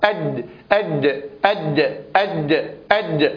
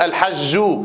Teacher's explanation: الجيم العربية الفصيحة هي التي ينحبس الصوت فيها ويصحبها ضمير في حالة خروجها من الأوتار الذي هو الجهر · Shown in: first take